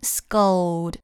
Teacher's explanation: 里面的 o l 发的是双元音 o 和 l 的模糊音 · IPA: [skəʊld]